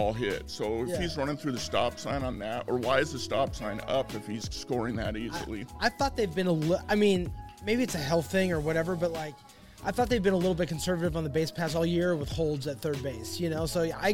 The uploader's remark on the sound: Live from the Vault 177 in Shoreline, WA.